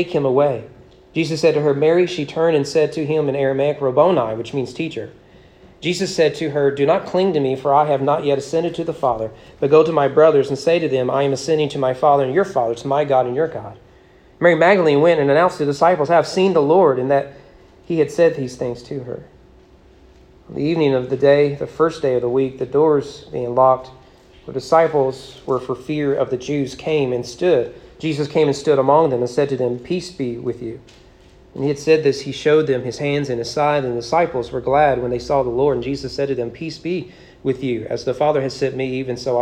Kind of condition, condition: setting, large echoing room